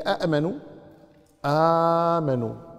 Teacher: أو قدم الهمز على المد، قدم الهمز على المد، آمنوا، الهمز قبل المد، هي آمنوا آمنوا، وهذه تمد حركة إلا في بعض القراءات عند ورش وغيره يمدها ست حركات هذه، لكن نتكلم قراءة حفص الآن من هذا الطريق آمنوا مد طبيعي ومد مدا طبيعيا.